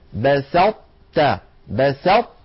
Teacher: أطبقنا اللسان على طاء من غير قلقلة، تا فتحنا على تاء، فلا نحن أظهرناها فقلنا بسطت، ولا نحن أدغمناها إدغاما كاملا فقلنا بسطت. · Term: الإدغام الناقص